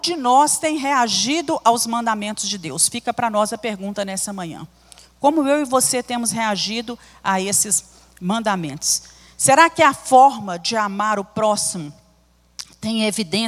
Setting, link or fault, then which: setting, large echoing room